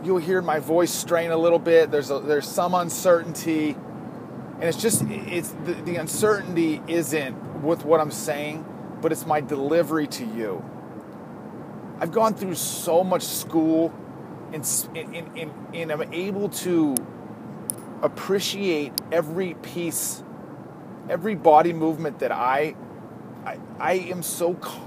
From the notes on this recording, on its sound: This was recorded on my iPhone in the backwoods of Wisconsin.